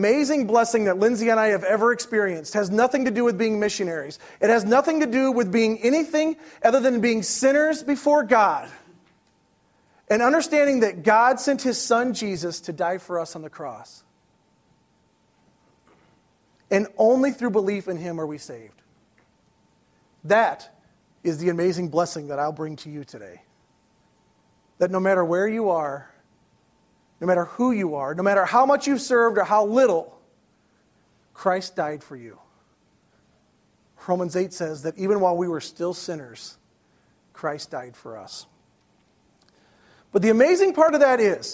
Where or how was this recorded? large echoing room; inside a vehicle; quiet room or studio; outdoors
large echoing room